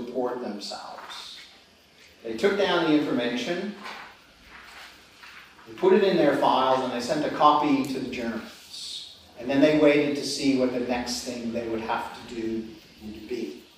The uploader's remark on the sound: This paper was given on 7 March 2013 at the German Historical Institute London as part of the European Leo Baeck Lecture Series London, 2013.